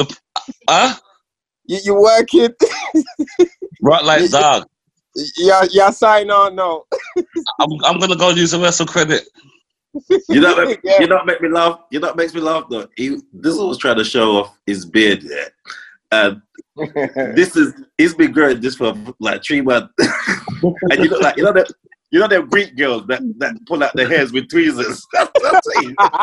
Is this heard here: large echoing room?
no